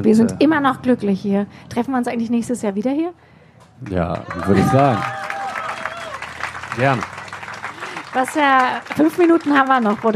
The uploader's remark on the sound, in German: Live vom ZFR.